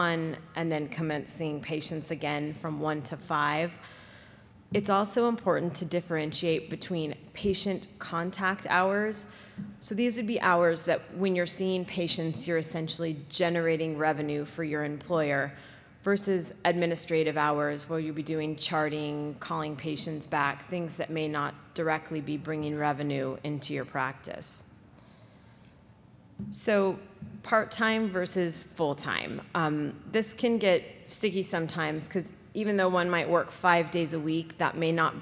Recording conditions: large echoing room